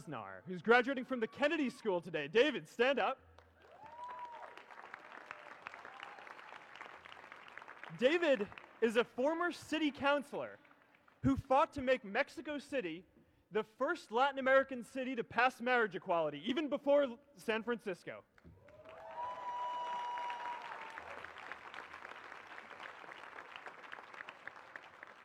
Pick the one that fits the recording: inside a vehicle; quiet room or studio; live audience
live audience